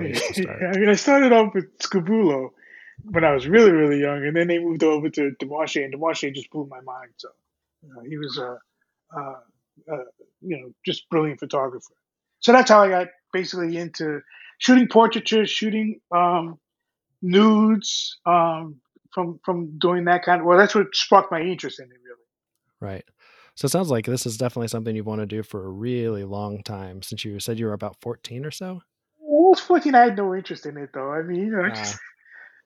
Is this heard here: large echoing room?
no